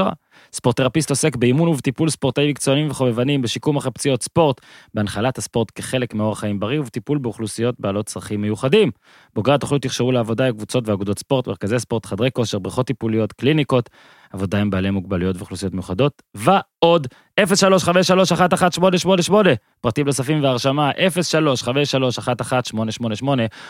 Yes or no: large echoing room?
no